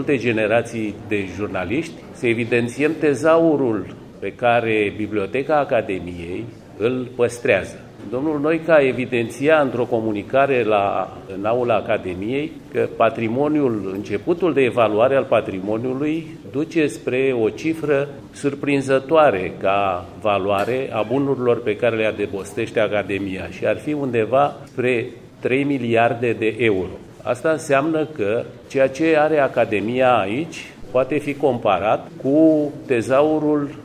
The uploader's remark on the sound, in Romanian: Înregistrare din sala Theodor Pallady a Bibliotecii Academiei Române la vernisajul expoziției „Presa românească.